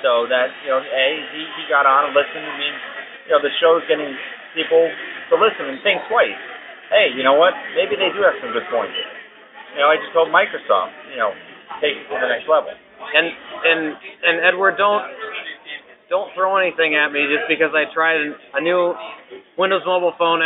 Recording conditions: poor sound quality